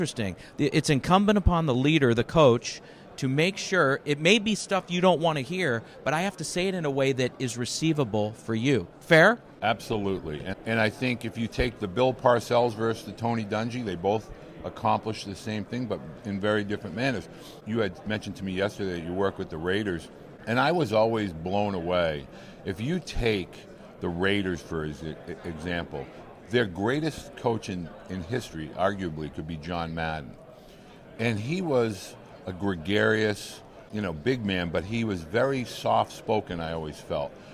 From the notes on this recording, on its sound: Last week, we set up shop on podcast row at the 80th annual American Baseball Coaches Association Conference in Dallas.